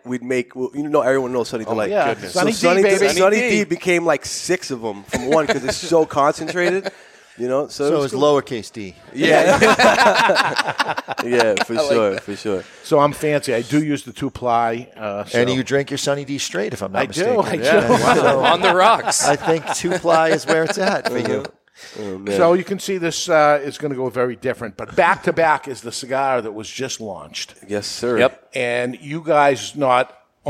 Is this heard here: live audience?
yes